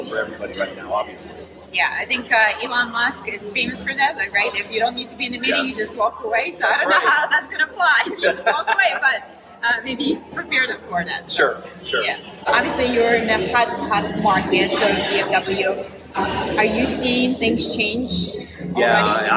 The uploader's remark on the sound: Live from Jeff Shore Leadership Summit in Austin, TX